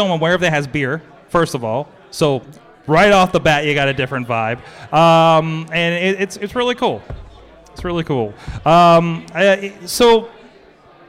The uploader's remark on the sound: We are LIVE at Pittsburgh Podcon celebrating International Podcast Day at Spirit Lounge in Pittsburgh, PA